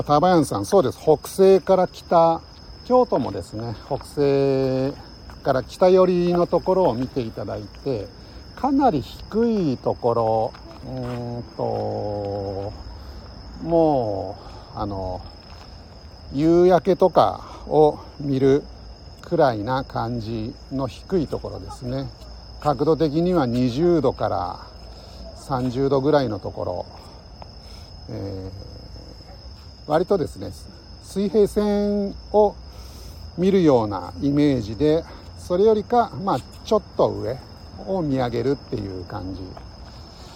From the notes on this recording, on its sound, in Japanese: LIVE 野毛大塚古墳から国際宇宙ステーション中継。